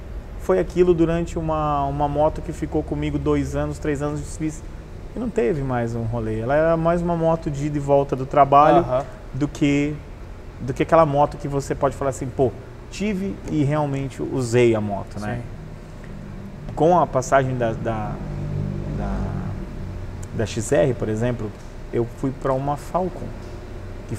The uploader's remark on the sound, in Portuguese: Gravado em 05/07/2021 no Hell’s Dogs Motorcycle Bar - Foz do Iguaçu/PR